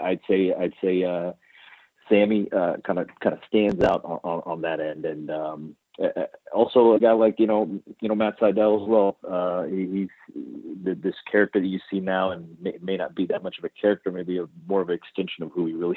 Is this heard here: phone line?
yes